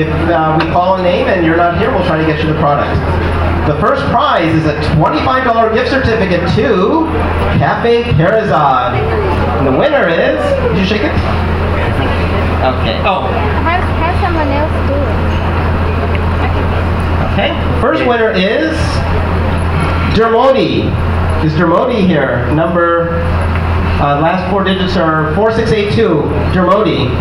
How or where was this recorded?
busy venue